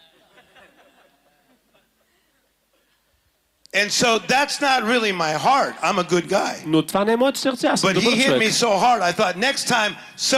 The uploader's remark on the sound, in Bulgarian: записано на Конференция Пробуждане 2023 - "Отвъд Стените"